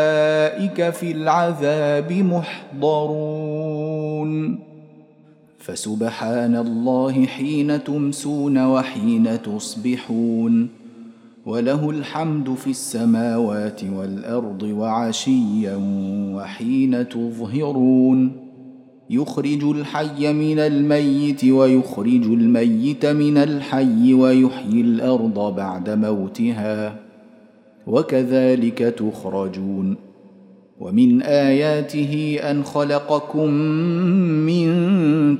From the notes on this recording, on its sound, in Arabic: مسجل من صلاة التراويح بمسجد السلام بحي مشرفة بجدة.